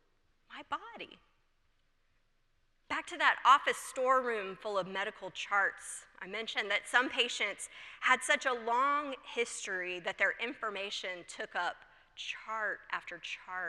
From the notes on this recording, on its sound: presented by Asbury Seminary Kentucky Chapel, recorded on Wednesday, November 8, 2023 at Asbury Theological Seminary's Kentucky campus